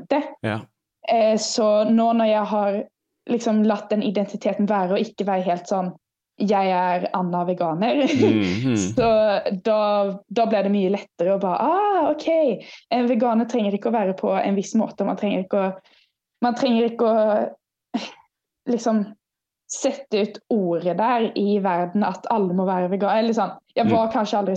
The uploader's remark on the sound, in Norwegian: på Zoom fra sin hybel i Sverige